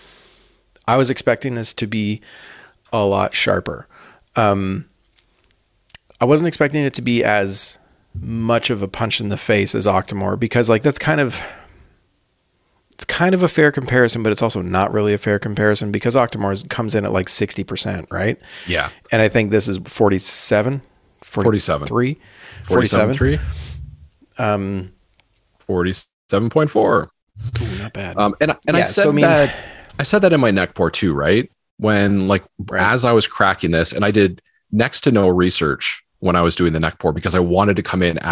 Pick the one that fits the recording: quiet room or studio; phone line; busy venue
quiet room or studio